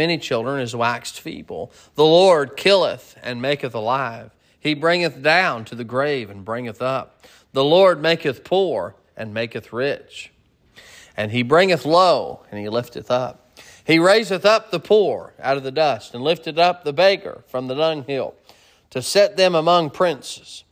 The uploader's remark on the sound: Sermon preached at Mid County Baptist Church